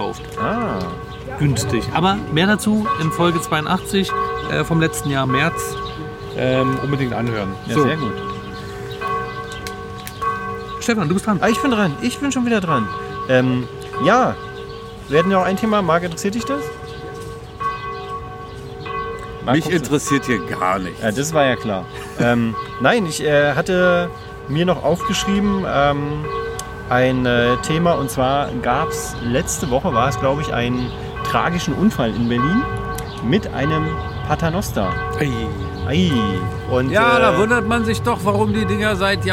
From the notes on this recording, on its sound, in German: Wir haben die Aufzeichnung am Engelbecken diesmal live als Video auf Instagram gestreamt!